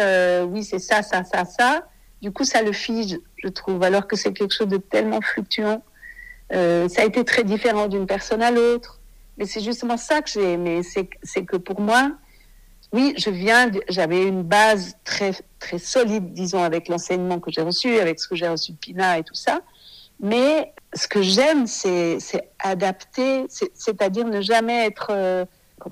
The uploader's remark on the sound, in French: Cet épisode a été enregistré par téléphone